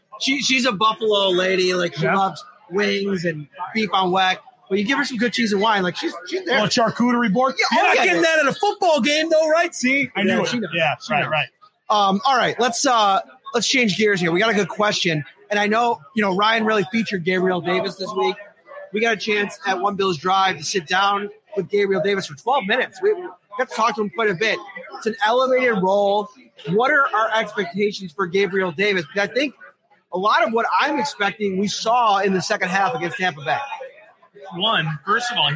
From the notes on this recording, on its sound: Live from Sonny Red's. Live at Sonny Red's in Lackawanna.